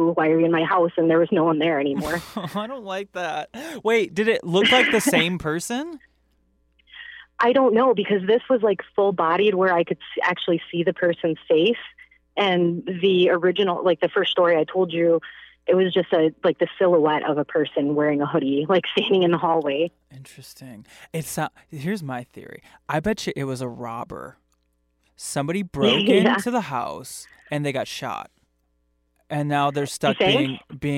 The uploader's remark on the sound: Listener Phone Call Extravaganza!